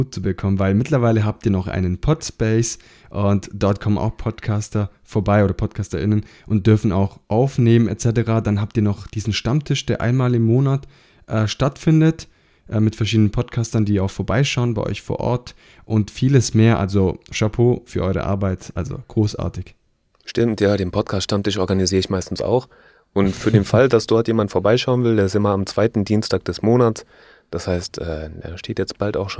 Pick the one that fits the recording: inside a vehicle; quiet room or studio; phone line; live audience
quiet room or studio